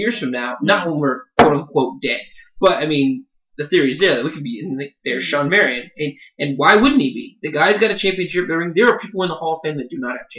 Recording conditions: poor sound quality